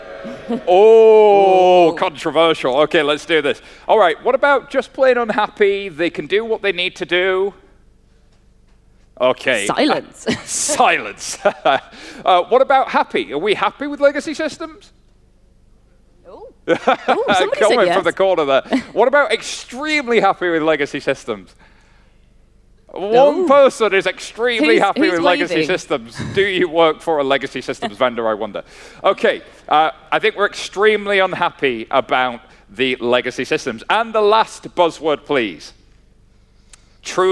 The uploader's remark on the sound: recorded live Temenos' TCF2018 event in Dublin